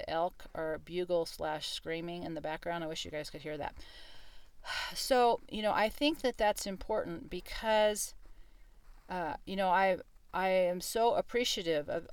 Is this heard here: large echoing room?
no